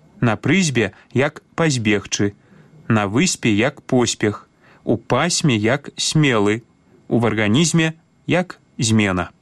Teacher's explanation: Трэба аднолькава памякчаць свісцячыя перад мяккімі губнымі, незалежна ад месца гэтых свісцячых, ці яны на пачатку, ці ў канцы слова.